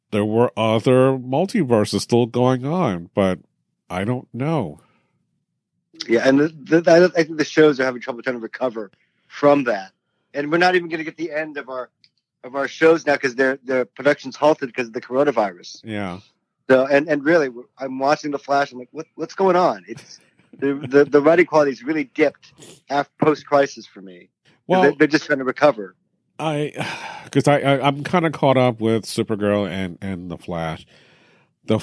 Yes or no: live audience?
no